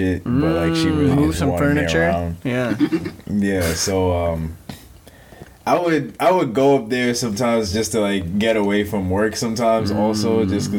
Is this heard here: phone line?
no